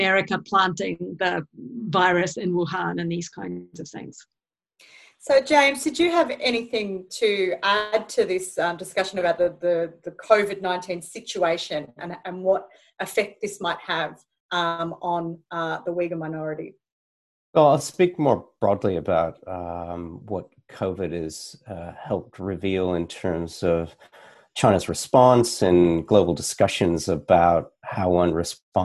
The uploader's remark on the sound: In this La Trobe Asia webinar